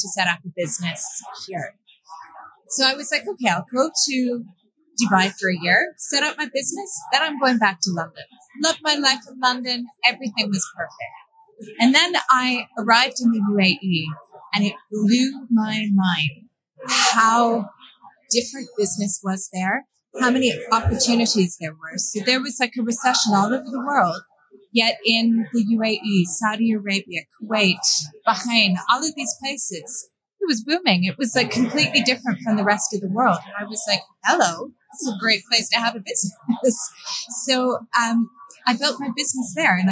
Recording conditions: busy venue